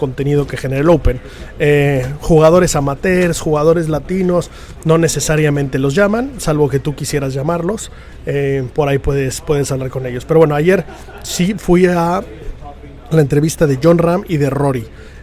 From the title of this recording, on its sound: Live From The Open 151 st Dia 3